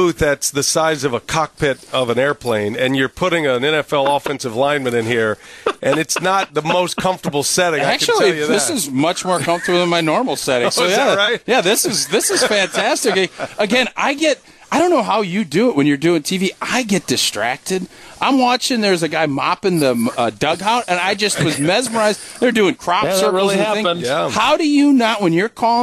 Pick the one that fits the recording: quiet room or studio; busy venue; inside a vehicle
busy venue